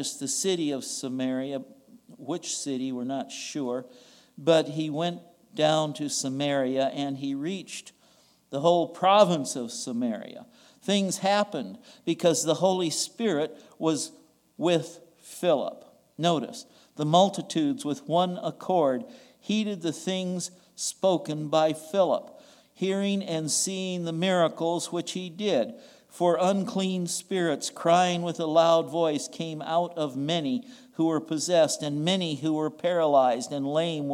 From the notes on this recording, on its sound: recorded on June 18, 2022, at the Ringgold Seventh-day Adventist Church